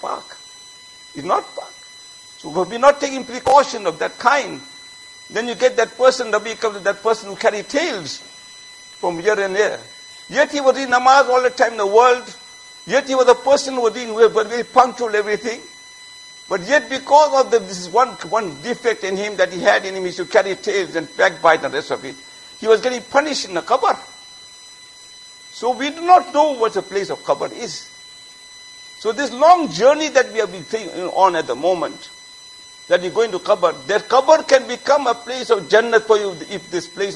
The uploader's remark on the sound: Jumuah Lecture at Masjid Mueenuddeen